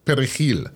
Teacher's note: The Spanish word for parsley is perejil, which contains the trilled R and the fricative jota, two sounds that are particular to Spanish.